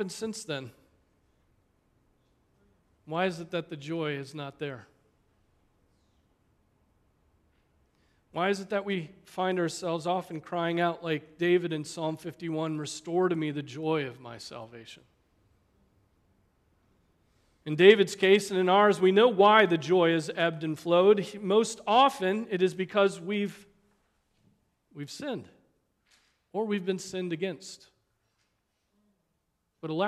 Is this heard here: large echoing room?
yes